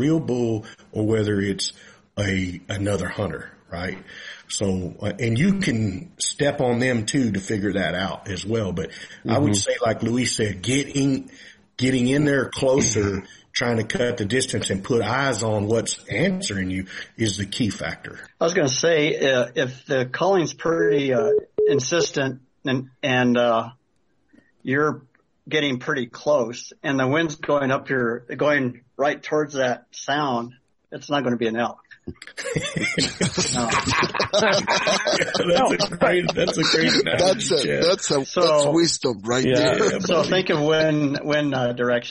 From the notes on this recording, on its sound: Live caller Q&A! They brought in a huge crew too.